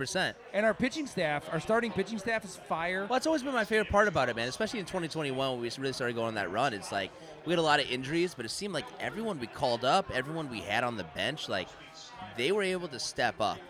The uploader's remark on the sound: LIVE On White Sox Opening Day Party at Culinary Misfits